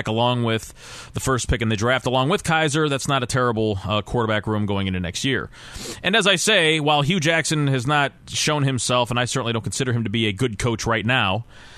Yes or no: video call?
no